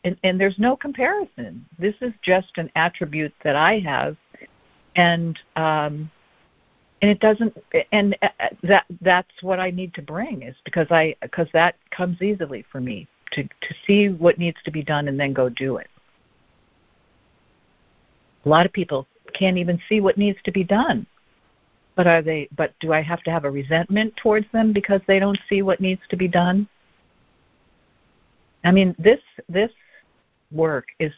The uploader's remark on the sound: ACIM Daily Conference Call